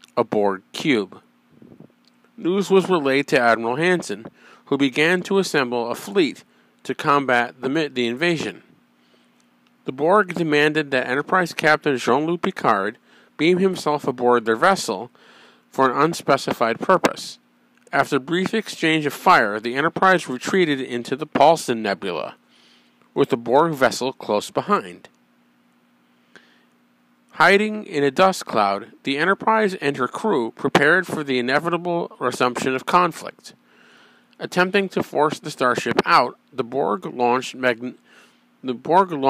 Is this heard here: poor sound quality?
no